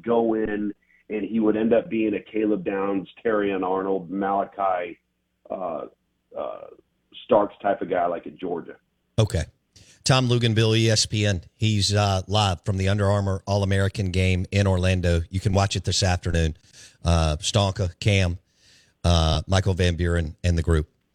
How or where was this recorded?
phone line